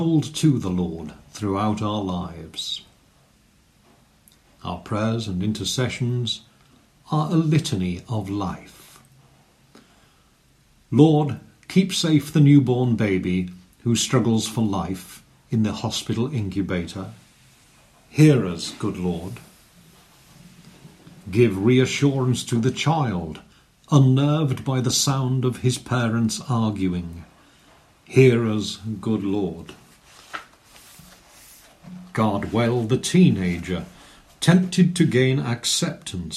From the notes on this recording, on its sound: Recorded service for All Saints